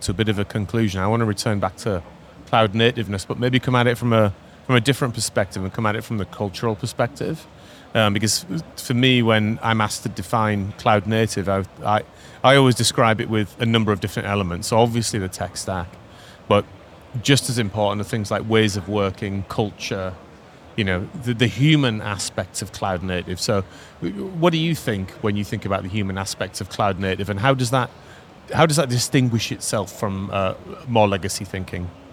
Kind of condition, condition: setting, busy venue